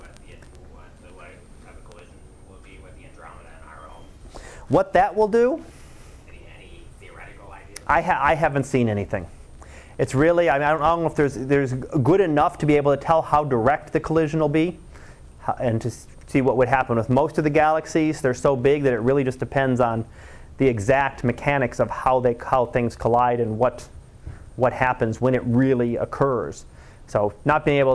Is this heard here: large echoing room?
yes